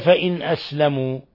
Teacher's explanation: نون ساكنة بعدها الهمزة، الحكم التجويد إظهار حلقي